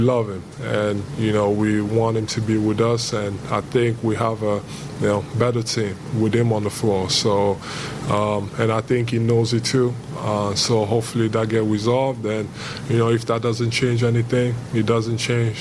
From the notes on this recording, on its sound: We're live from NBA Media Day!